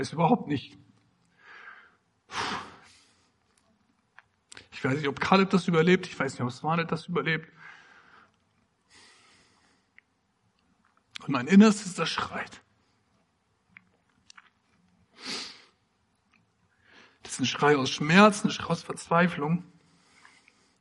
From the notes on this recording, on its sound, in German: Predigt im Rahmen des GreifBar+ Gottesdienstes.